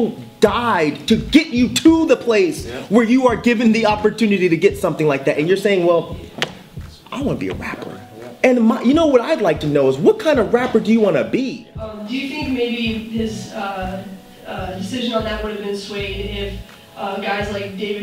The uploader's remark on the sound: Live Taping at Florida State University.